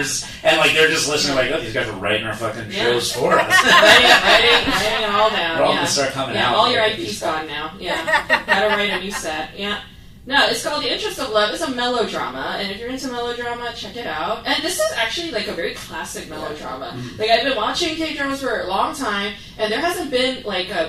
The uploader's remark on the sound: Live in Alaska. This is the first ever K-Drama School podcast live recording at Anchorage, Alaska with the B4UDie Comedy Festival at E Street Theater.